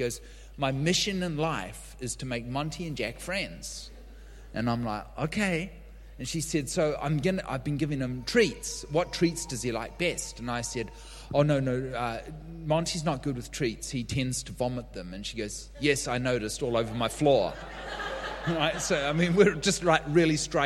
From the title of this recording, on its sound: LIVE at Echo Church